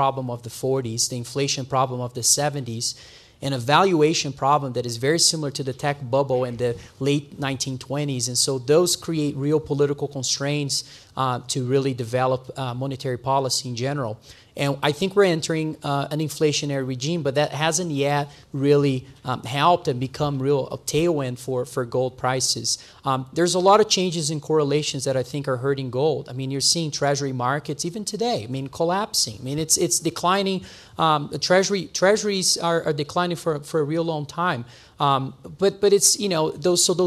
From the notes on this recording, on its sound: Live Planet MicroCap Podcast panel I hosted at the Precious Metals Summit in Beaver Creek. The live audience.